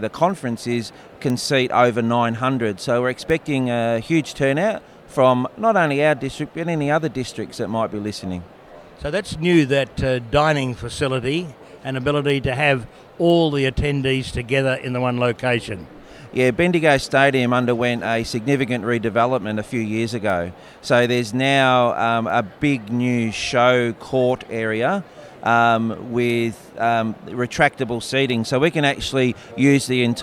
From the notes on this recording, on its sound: This interview was originally recorded at the Multi-District Conference in Melbourne.